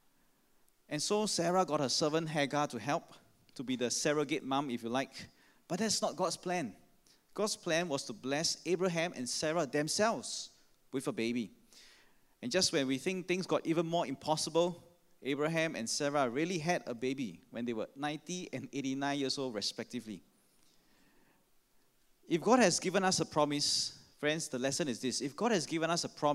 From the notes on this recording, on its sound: Sermon preached on 15 May 2016 at our 5pm Traditional Worship Service (BB Enrolment Service).